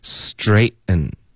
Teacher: ten 的音节我们就会用喉音停顿把这个 t 的音给省了